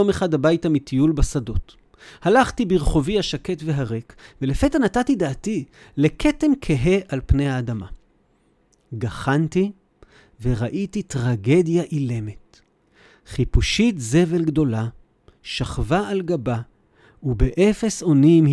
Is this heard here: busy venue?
no